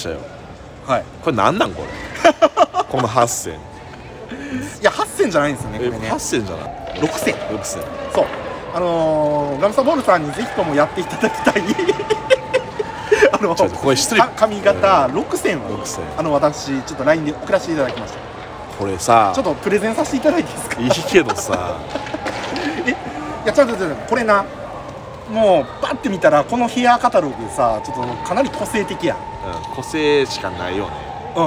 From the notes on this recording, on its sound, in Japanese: 公園で収録してます